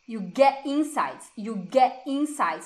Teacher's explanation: Novamente, não tem o T do get.